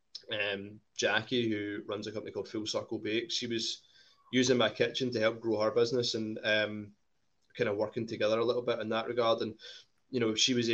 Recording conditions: video call